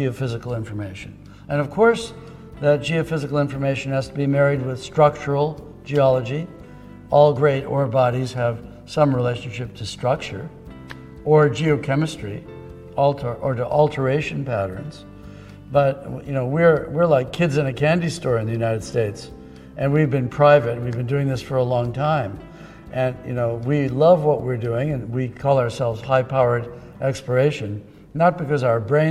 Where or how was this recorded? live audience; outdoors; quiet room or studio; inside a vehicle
live audience